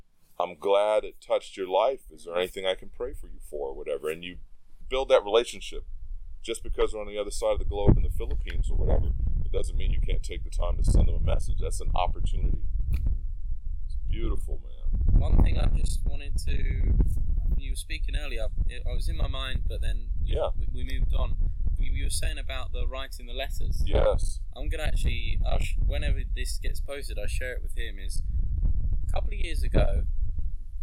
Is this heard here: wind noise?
yes